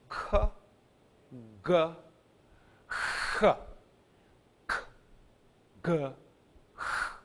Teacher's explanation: Across, kappa, gamma, and he are gutturals. They are made in the throat. K, g, h. K, g, h.